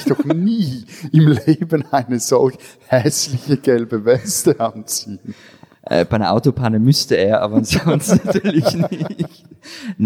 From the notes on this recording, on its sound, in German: Live aus Paris II. Live aufgenommen in der Fondation Suisse in Paris.